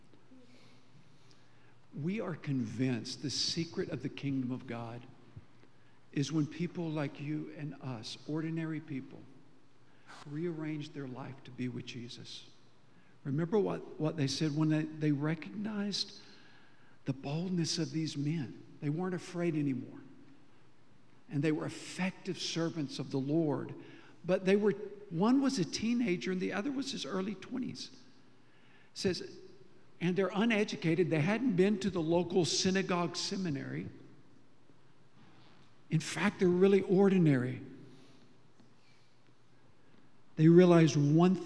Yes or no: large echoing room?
yes